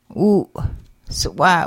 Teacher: W as in the word walk, ooh, weaken. Glottal W and abruptly ended W